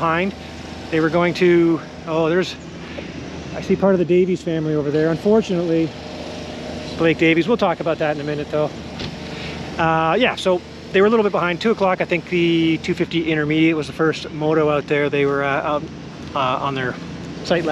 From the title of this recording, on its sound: 2023 TransCan Day 1 Walk And Talk Podcast